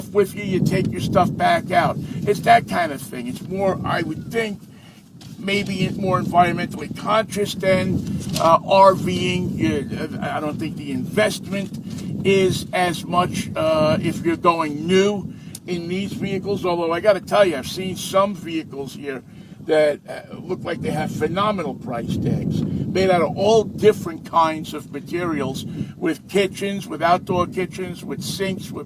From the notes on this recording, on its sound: the interviews he recorded from the 2023 NW Overland Rally in Plain, Washington.